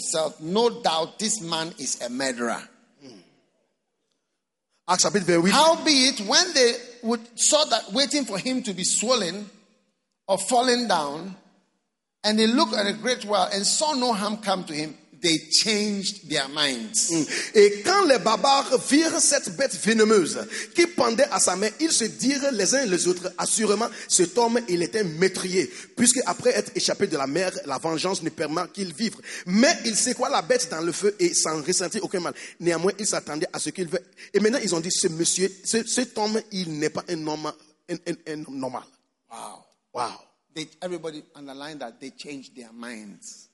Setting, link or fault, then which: setting, live audience